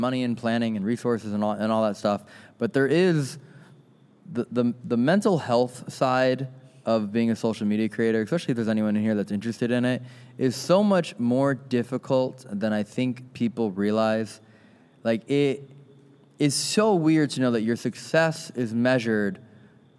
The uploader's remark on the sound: This episode was filmed in front of a live audience at the haunted Missouri State Penitentiary in Jefferson City, MO on September 2, 2022.